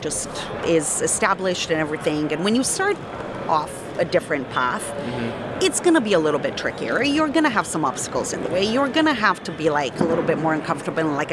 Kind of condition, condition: setting, busy venue